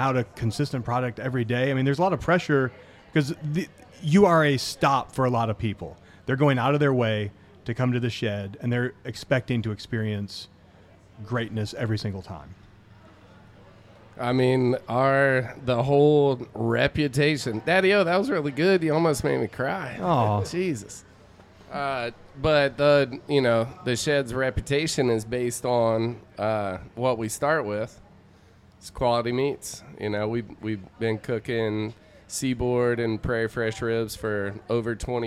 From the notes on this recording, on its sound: live at The Jack Daniel's World Championship BBQ Invitational